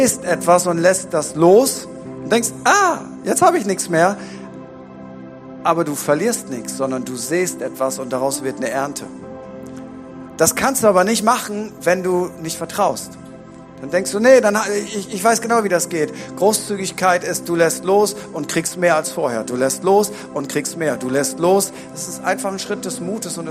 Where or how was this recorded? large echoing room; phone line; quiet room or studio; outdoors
large echoing room